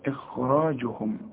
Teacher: الهمزة هنا مرققة، والخاء ثالث درجة من درجات التفخيم